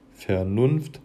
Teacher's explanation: Also wenn man das jetzt übertrieben ausspricht, würde man ja sagen Vernunft. Also am Anfang die unbetonte Silbe und am Ende dann die betonte Silbe und darin erkennt man halt ein Jambus.